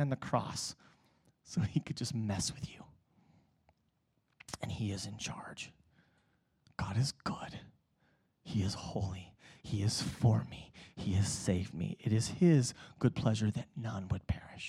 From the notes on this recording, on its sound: Preached at Emmaus Church on Sunday, November 10th, 2019.